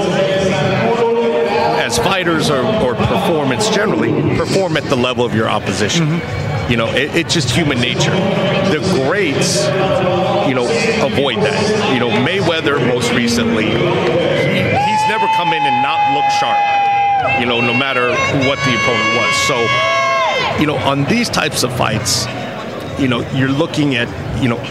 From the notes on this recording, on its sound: we are live at the …-… weigh in!